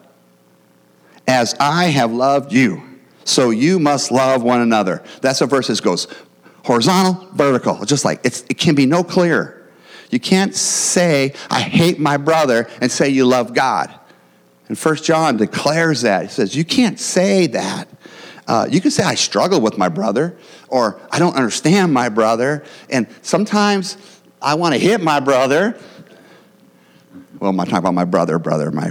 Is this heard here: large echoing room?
yes